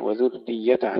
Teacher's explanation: تحقيق ضمة الذال ثم تشديد الراء جيدا مع ترقيقها